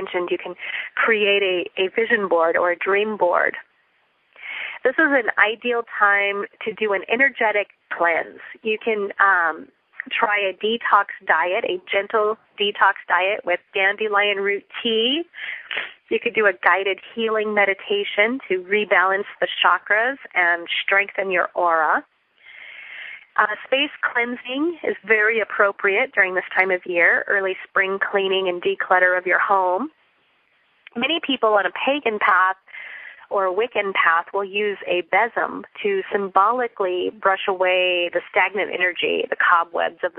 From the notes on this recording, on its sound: Listen in to this pre-recorded Teleclass on the Folklore, Tradition and Meaning.